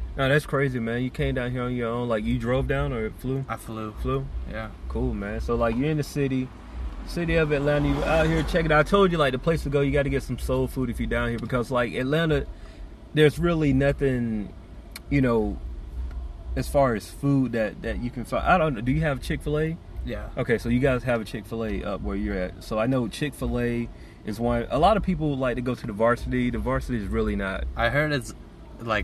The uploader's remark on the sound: We recorded this one in the comfort our my car